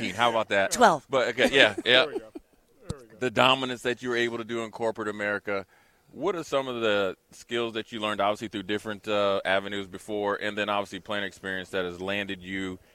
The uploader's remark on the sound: LIVE at CHI Health Center